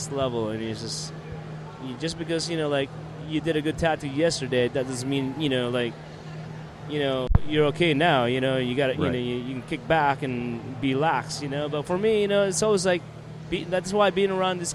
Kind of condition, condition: setting, busy venue